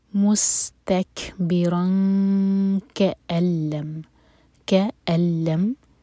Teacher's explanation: کیف کے لیے اخفا ہوگا اور کیف کے لیے جب اخفا کرتے ہیں تو پیچھے سے زبان اوپر اٹھاتے ہیں